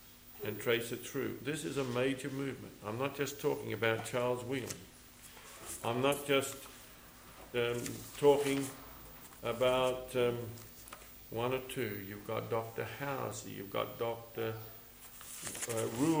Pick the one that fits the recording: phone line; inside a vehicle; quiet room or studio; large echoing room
large echoing room